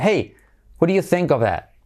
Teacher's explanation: en el that, la T última casi no se pronuncia